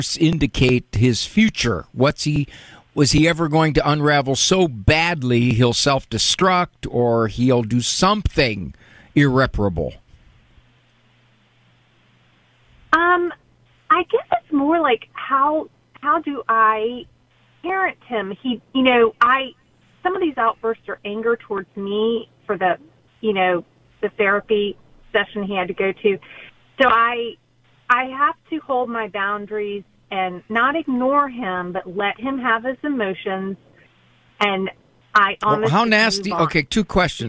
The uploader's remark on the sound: takes phone calls